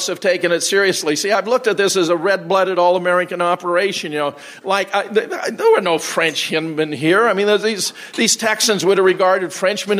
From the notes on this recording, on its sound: Keynote presentation at the JFK 50th Commemoration hosted by the Oswald Innocence Project. Questions and Answers.